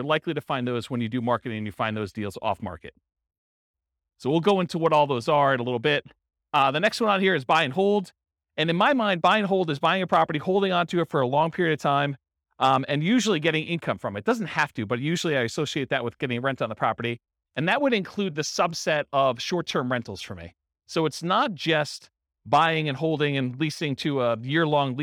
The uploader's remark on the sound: In Modesto, California. This was a live class recorded. The live in-person version.